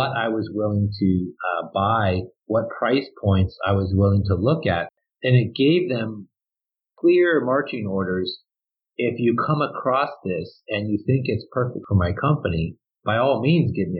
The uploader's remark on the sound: Our first episode, we tried recording over Skype, so the sound is a little challenging for listeners, but improved vastly with the next episode.